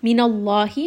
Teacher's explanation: Name of Allah is heavy because the letter before has a fatha. So when we have lam and then the letter before is fatha, then in the name of Allah it will become heavy.